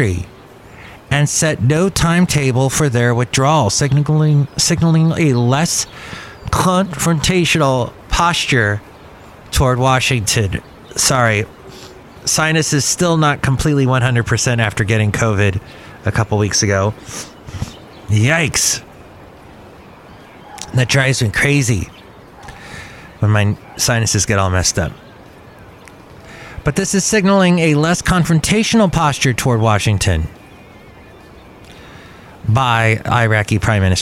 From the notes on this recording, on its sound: podcasts live from Cafe Anyway